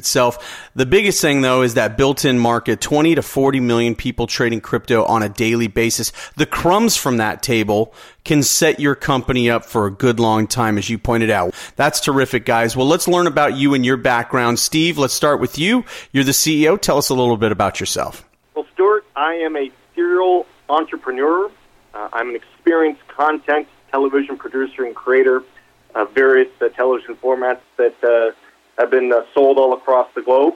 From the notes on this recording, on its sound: called in to SmallCapVoice.